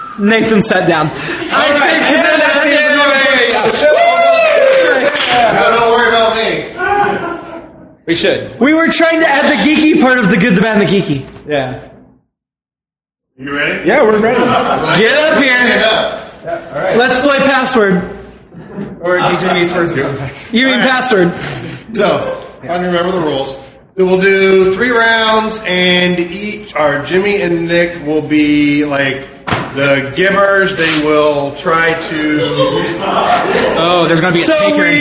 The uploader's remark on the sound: Recorded at Packrat Comics in October of 2016